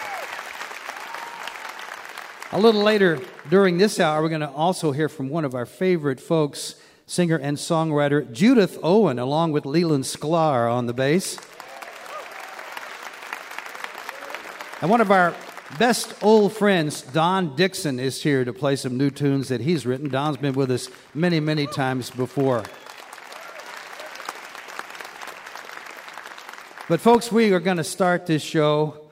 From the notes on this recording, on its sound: recorded live at the Clay Center for the Arts & Sciences in Charleston, WV